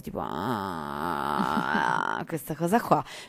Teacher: si utilizzano le false corde e quindi non si emette una nota, non si passa dalle corde vocali, quindi non c'è nota, ma c'è un rumore